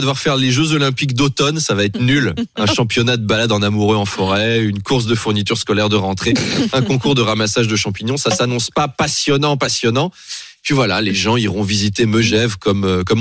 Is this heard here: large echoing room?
no